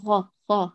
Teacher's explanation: هاتيها مجهورة تقولي غا غا حتى لا يختلط صوتها بالخاء